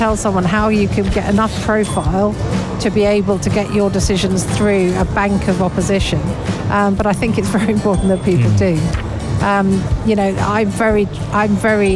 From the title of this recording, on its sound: Live from SIBF 2023